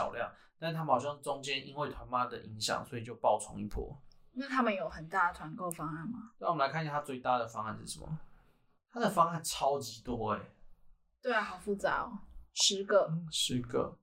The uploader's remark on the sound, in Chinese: 這次測試了新的錄音軟體，不熟悉設定導致音質變更差，大家請見諒